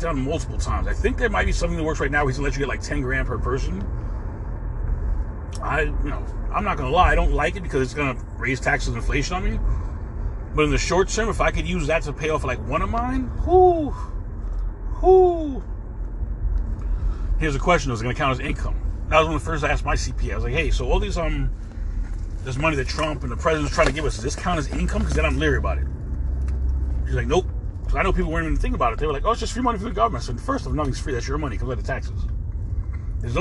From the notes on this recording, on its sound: In this CarCast